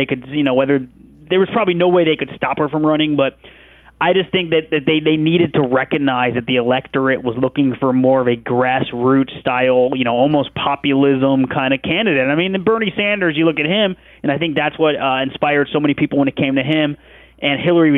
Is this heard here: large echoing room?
no